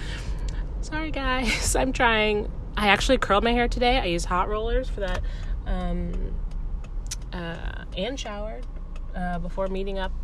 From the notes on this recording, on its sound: the vibrations in my voice from recording while driving